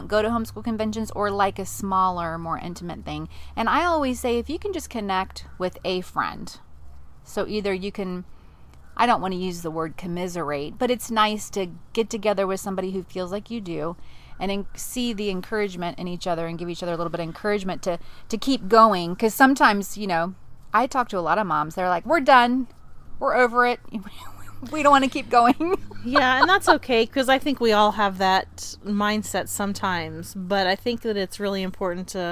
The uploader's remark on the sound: The replay is a live recording by the Roadschool Moms team from the back porch and behind the wheel.